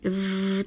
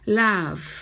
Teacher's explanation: 下唇を少し噛んだ方、軽く噛んだ形で息を強く吐きます